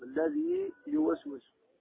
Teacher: الواجب تمكين المد، يعني بحركتين، نقرأه بحركتين